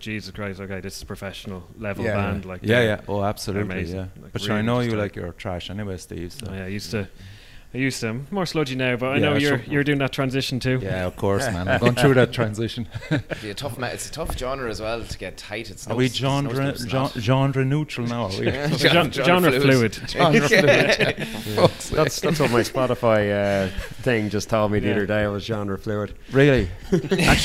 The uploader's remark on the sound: joined me upstairs in Fred Zeppelin's